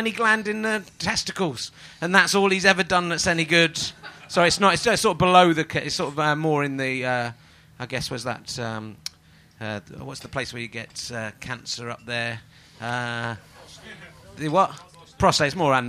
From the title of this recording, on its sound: Edinburgh Fringe Podcast 2012